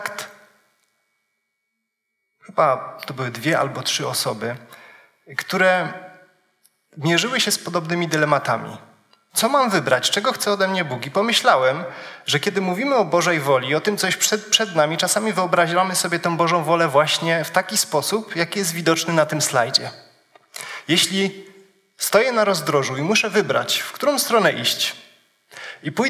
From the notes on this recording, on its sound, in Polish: Wykład zarejestrowano w trakcie konferencji młodzieżowej "Trudne sprawy", która odbyła się 26 listopada 2022, w Gminnym Ośrodku Kultury w Pawłowicach.